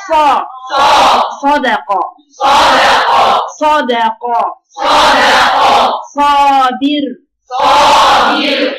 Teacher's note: جوه فوق صا حطوا لها نقطة ضا نقطة فوق خلي بالكم صاد من غير نقطة بس صوتها ورا يعني عشان استعلاء فوق